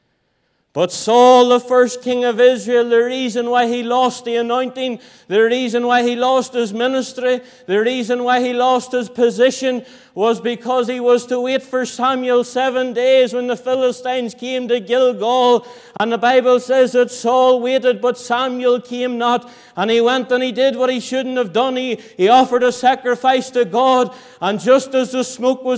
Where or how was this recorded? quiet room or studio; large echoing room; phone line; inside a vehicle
large echoing room